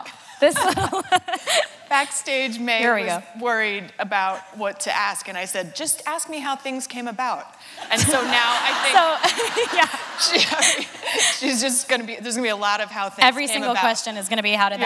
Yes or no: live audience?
yes